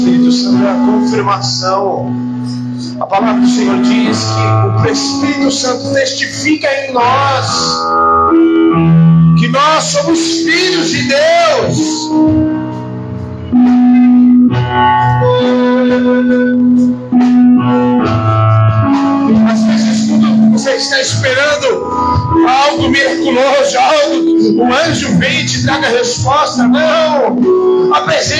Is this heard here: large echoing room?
yes